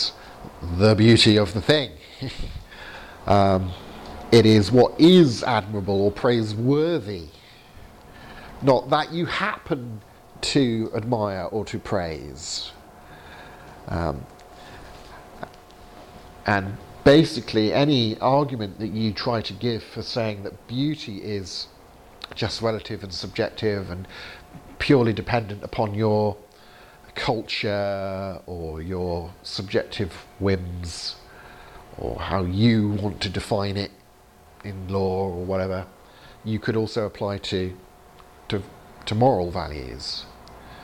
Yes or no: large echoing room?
yes